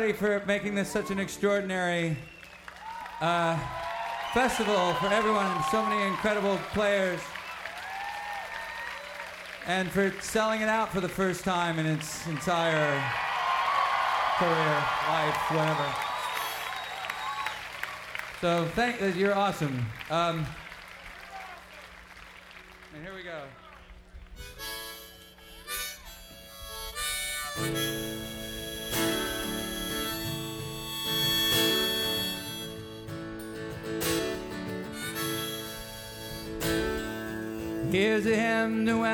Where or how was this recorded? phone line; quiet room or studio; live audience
live audience